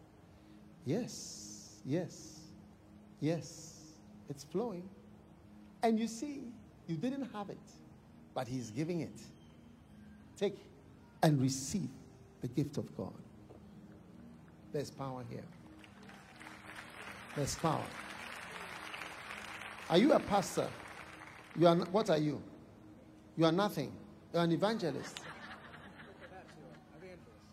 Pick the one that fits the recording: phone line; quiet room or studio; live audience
live audience